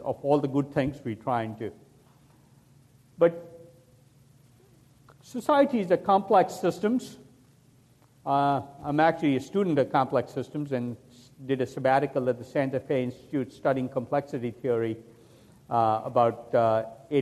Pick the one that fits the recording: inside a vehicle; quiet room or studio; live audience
live audience